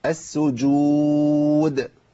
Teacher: مع قلقلة الدال، قلقلة زائدة شوية عن عهدنا لأن دي في مرتبة ثانية